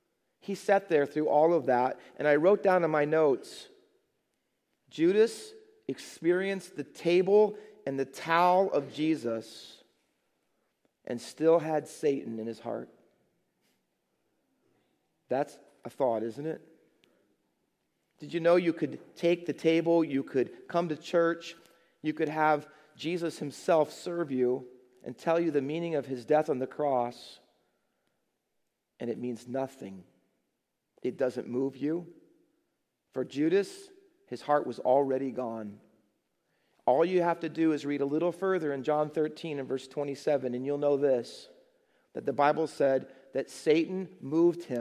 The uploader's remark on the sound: Faith Baptist Church in Hamilton, NJ.